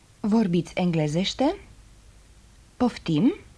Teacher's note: The simplest way of asking something in Romanian is to raise the tone of your voice on the last syllable of the sentence.